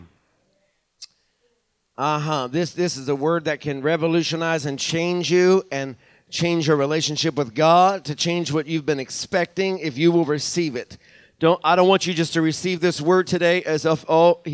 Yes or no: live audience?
yes